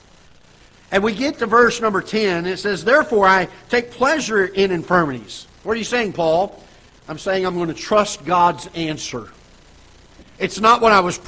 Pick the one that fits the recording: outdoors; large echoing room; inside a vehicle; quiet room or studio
large echoing room